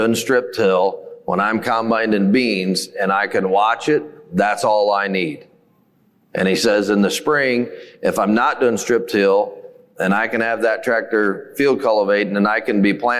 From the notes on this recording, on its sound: 4 of the top minds in the industry share the mic for a special Most Valuable Dealership panel discussion. On stage at the 2023 Precision Farming Dealer Summit.